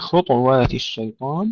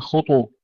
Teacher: الطاء الساكنة نقلقلها خطوات الشيطان، والمضمومة خطو، نحقق الضم · Term: القلقلة